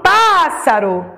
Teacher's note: Foi a antepenúltima, a sílaba mais forte, a sílaba tônica.